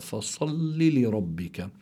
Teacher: الراء في كلمة ربك مفتوحة، لابد من تفخيمها